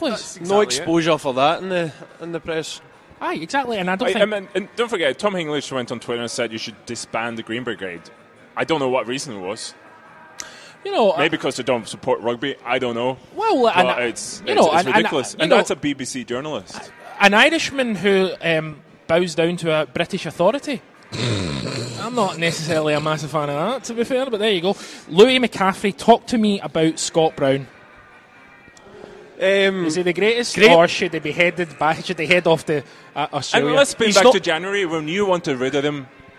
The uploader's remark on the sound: Cynic Live Lunch. Another Cynic Live Video broadcasted from Platform at the Argyle Street Archers.